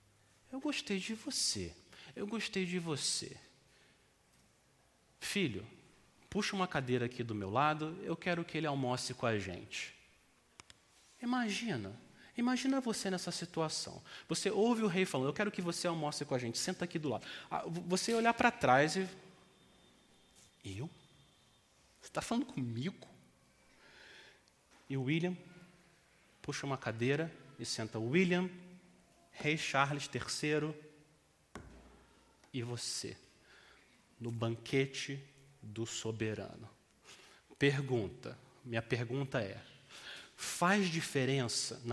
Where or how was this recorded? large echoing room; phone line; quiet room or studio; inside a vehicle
large echoing room